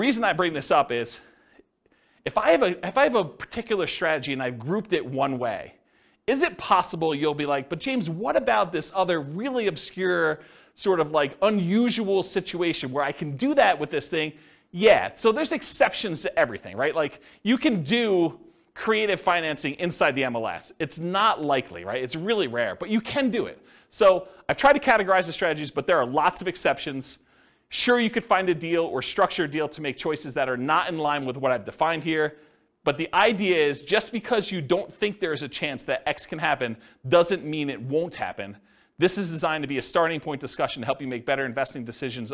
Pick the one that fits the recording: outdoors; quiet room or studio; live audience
live audience